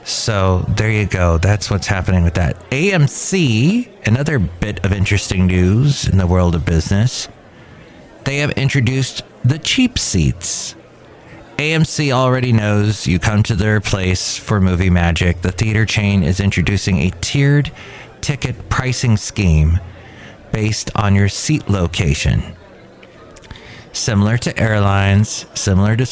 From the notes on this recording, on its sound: podcasts live from Cafe Anyway